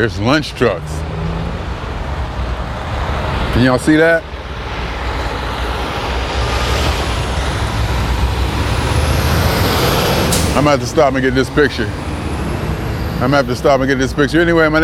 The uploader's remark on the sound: Me Walking Talking June 25, 2021: doing it in New Haven, CT